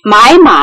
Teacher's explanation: 买字本来是第三声，在北京话里买字要变调变为第二声